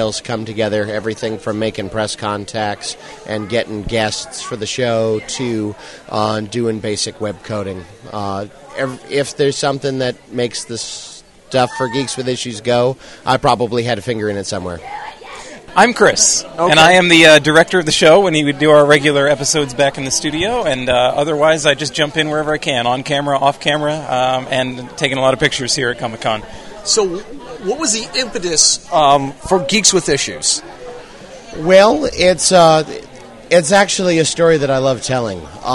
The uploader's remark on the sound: A conversation with the guys from "Geeks With Issues" that was recorded at this year�s New York comic-con.